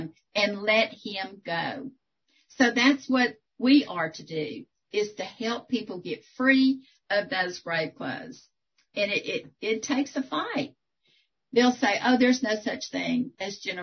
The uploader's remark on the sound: 2021 April Zoom Meeting